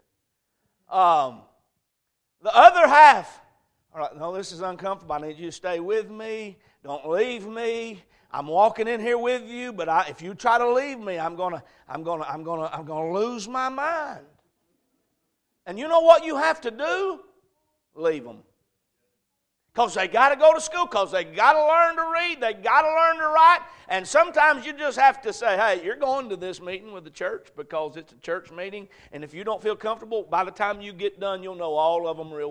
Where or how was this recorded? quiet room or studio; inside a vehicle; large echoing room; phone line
large echoing room